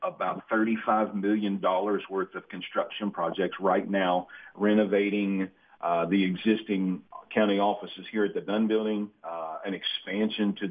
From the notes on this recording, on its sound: Joined on the phone.